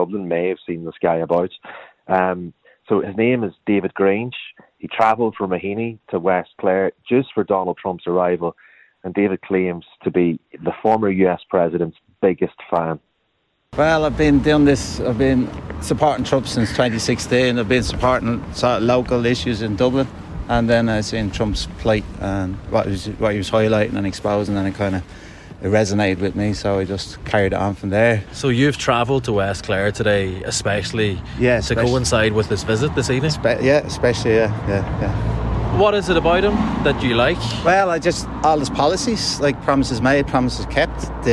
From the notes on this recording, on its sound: Live from Doonbeg